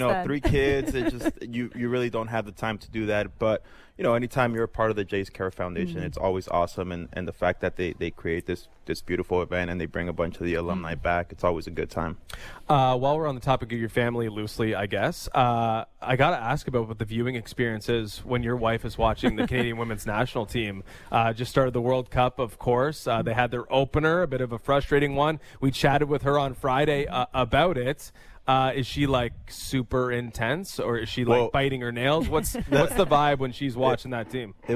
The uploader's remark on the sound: Live from the Jays Care Golf Classic